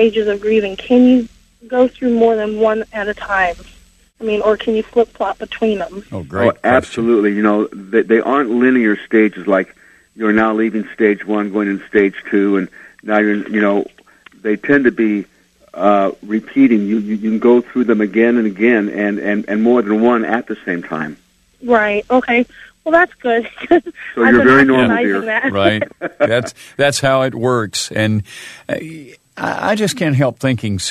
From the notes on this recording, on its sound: answered listener questions on a variety of subjects over live call in radio